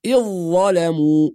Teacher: بعض الناس يقرأ بإظهار الذال والقلقلة أحيانا فيها، فنسمع البعض يقول إذ ظلموا، وهذا خطأ، والصواب أن الذال تضغم في الظاء، فنقول إذ ظلموا، يعني ننطق ظاء مشددة بعد الهمزة مباشرة